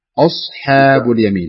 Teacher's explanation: فلا تقول أصحاب اليمين، لا تقول أصحاب، تفخم الصاد وترقق الألف والحاء